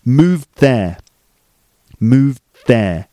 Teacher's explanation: So instead of going duh, you're going there. So the tongue moves from the d position, just before it goes duh, into the th position.